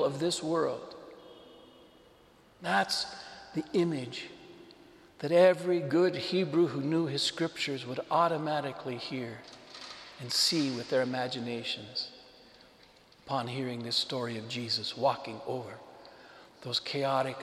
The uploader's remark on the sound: This homily was delivered to the Saint Francis Catholic Community in Cuenca, Ecuador.